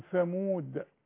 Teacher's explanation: الثاء برضو في عموم القرآن مرققة